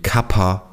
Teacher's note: Also es gibt viele Wörter, die mit PH geschrieben werden, aber die werden nicht mit F ausgesprochen, sondern man sagt P